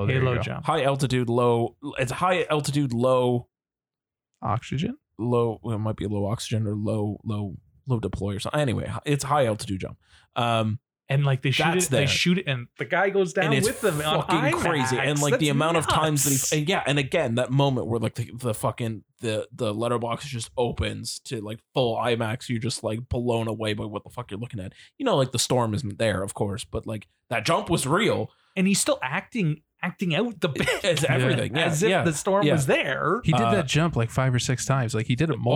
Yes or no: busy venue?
no